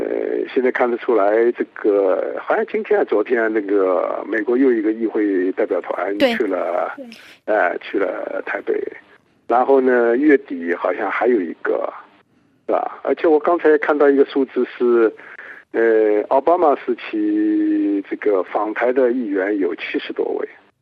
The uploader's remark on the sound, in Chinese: 本台连线采访了旅居美国的华裔学者